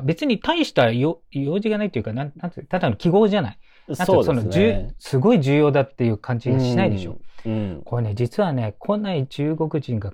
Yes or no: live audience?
no